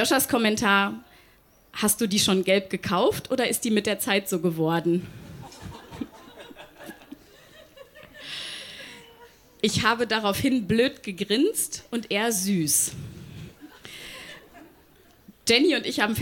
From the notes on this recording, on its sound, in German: Auswahl der Beiträge von der „texte von gestern“-Liveshow am 30.06.2019 im frannz Biergarten, Berlin. Heißen Dank an den frannz Biergarten, unser tolles Publikum.